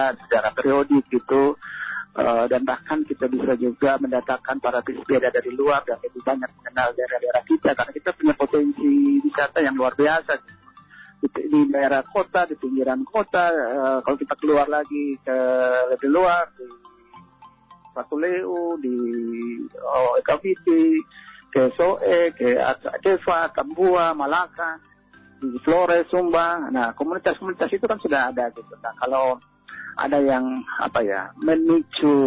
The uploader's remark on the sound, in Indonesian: SAHABAT ON THE PHONE. Kupang Cycling Club ( KCC).